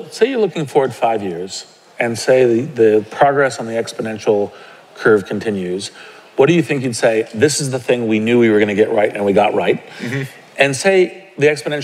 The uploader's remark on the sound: From the 2019 Startup Grind Conference